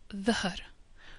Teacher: it's pronounced a little bit like a mixture of D, H and Z at the same time